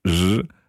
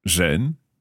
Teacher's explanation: And again, what I'm doing to make that sound is basically saying a z, but I'm taking my tongue backwards in my throat · Shown in: second take